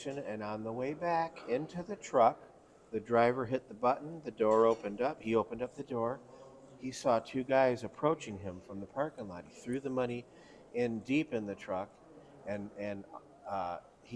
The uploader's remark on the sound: live at IACOA in Dallas, TX